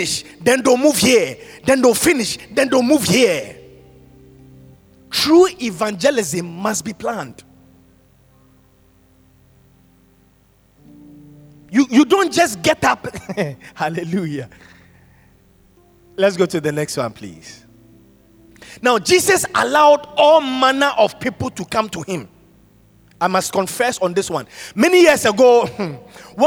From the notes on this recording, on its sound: Sermon preached at CBC Shiashie Campus on November 14, 2021